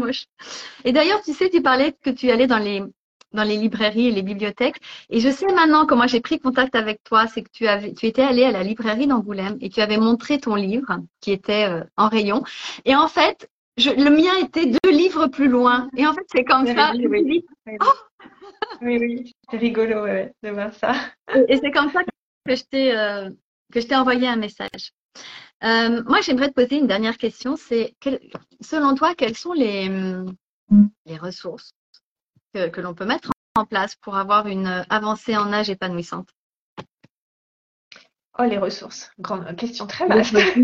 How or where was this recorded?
video call